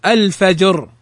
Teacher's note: الراء قبلها الجيم ساكنة وقبل الجيم فتحة في الفاء فتفخم